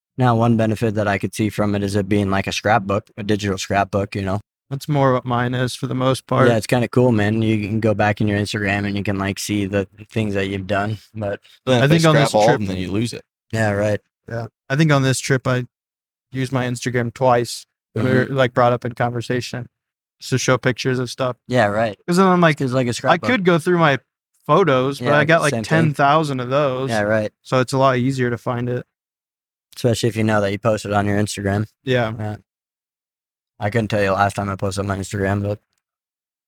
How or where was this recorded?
inside a vehicle